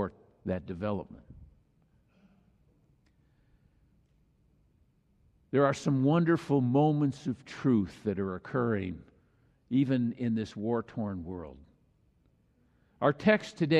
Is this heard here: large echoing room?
yes